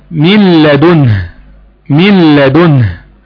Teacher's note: الإضغام بدون غنة مع حرف اللام